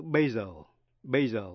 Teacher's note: Nhưng trong chữ basil, basil, B-A-S-I-L, là một thứ húng quế, thì âm S phát âm là Z.